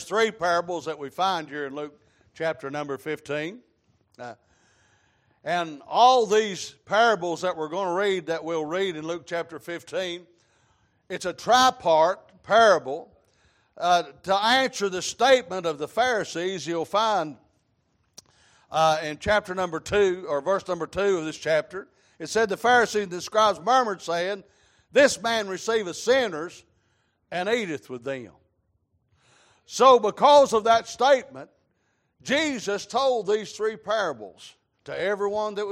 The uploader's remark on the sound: Sunday Evening Service.